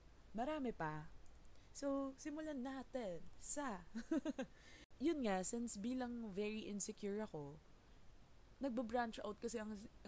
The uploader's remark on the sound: I realized that the audio was weak when I was already done editing so there is no going back now.